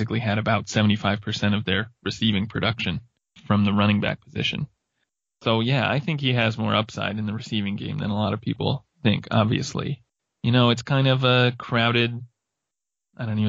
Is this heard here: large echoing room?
no